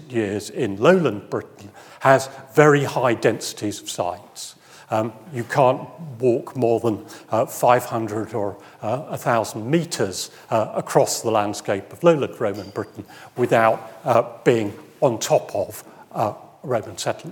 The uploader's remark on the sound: recorded on 15 March 2023 at Barnard's Inn Hall, London